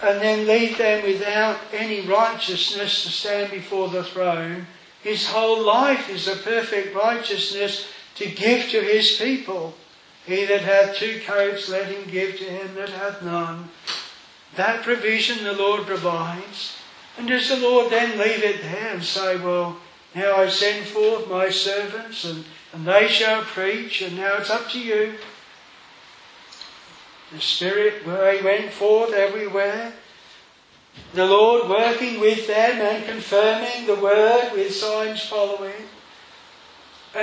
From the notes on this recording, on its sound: This sermon was preached at Hedge End Strict Baptist Chapel. On the 183rd Anniversary.